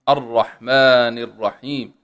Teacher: راء راء مفخمة يستعلي بها اللسان